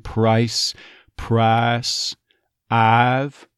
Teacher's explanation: you'll tend to drop the second half of that I diphthong. Price, price, I've.